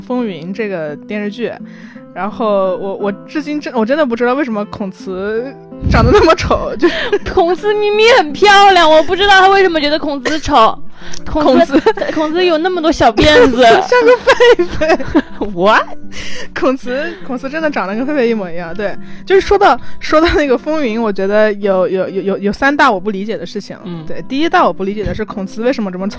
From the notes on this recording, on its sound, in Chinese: 本期是我们在床上拿着话筒录的，有电流声